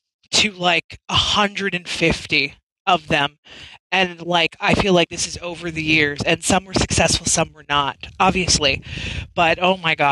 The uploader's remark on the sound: I promise it'll be the last one that has some glitching and sound issues due to our lack of internet.